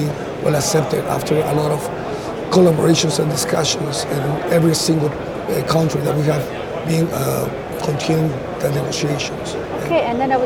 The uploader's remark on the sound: Recorded in the vibrant city of Madrid, amidst the buzz of the C&R International Air-Conditioning and Refrigeration Exhibition